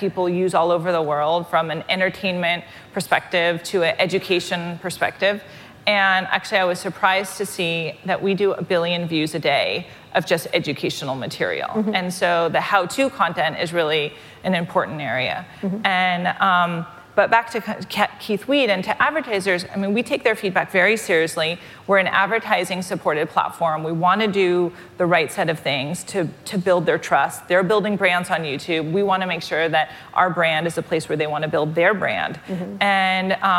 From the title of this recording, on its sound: Live at Code Media 2018